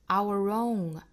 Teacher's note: our 和 own 在连读的话呢，注意是小 r 的一个连结